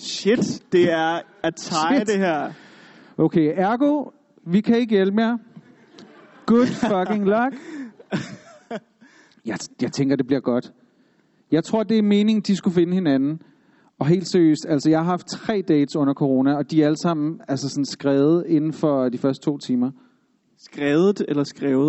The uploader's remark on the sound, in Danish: HOMOPOLET Live! Vi sender live fra Werkstatt på Reffen.